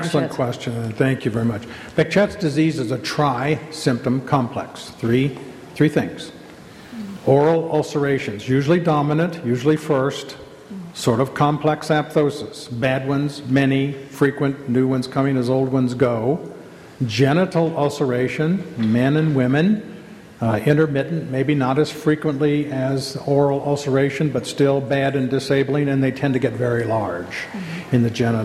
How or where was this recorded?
live audience